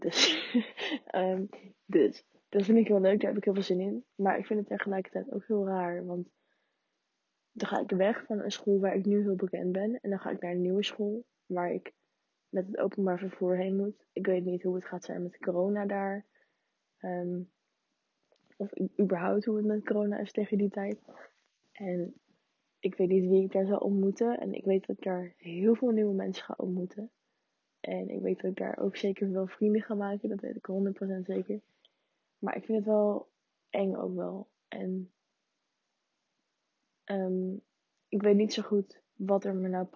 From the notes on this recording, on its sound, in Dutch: Deze podcast heeft for some reason echt hele slechte geluidskwaliteit. Ik kreeg het niet gefixt.